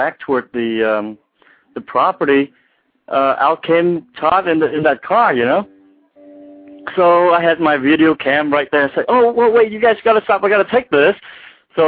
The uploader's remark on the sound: fans call